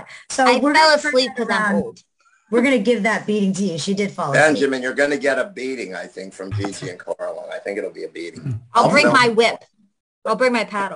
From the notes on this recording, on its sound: our 11/28/2021 Zoom Show